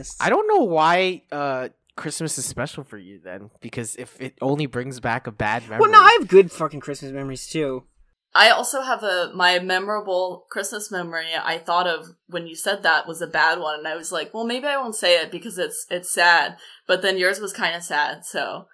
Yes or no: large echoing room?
no